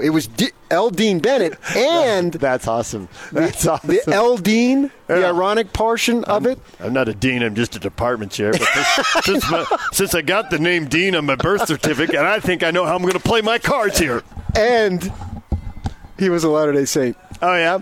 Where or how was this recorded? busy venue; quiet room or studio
busy venue